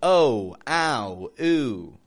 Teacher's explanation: These all use a W glide, folks.